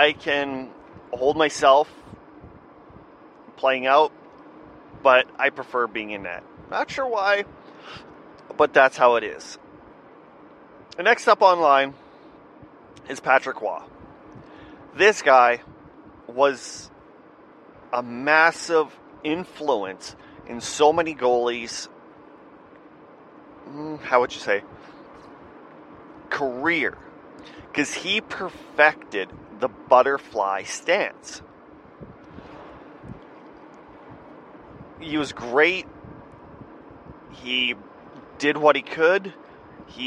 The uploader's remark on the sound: Audio has been improved. I admit my air conditioning in my van made it a little annoying to listen.